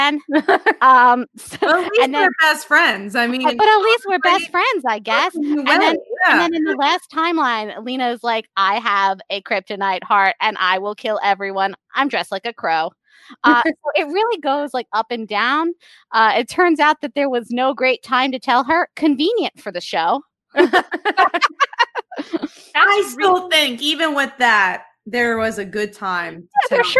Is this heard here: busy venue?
no